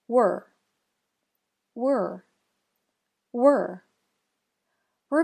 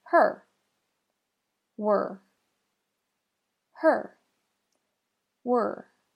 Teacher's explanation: Were begins with a W consonant sound. It then has a schwa plus R sound combination, just like the vowel sound, as in her, were, her, were.